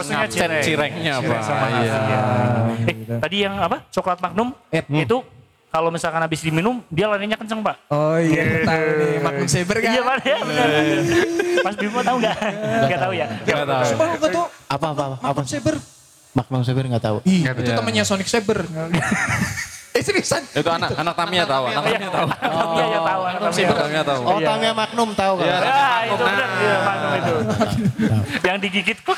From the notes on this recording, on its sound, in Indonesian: Podcast secara live di acara Suaragam Fest selama 3 hari berturut-turut yang merupakan kerjasama antara Loemento Cafe & Resto dengan Jahanam Movement.